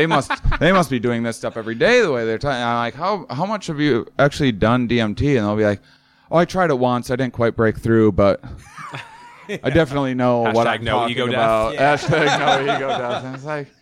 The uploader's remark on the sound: Live from Athens